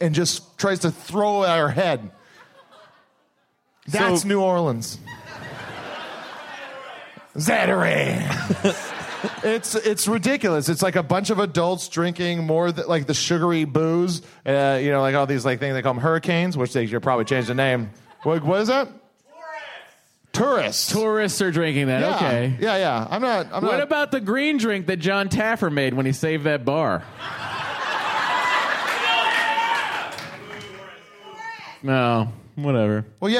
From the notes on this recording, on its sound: It's some LIVE hostful goodness! Do a hostful live at SF Sketchfest. Then they take Quemments from the audience!